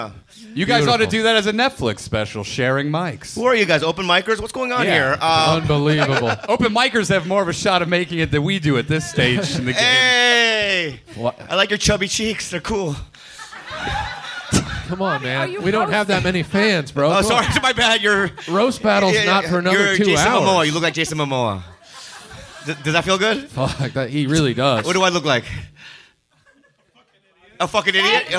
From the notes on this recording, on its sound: LIVE Train Wreck In The Belly Room. By The World Famous Comedy Store.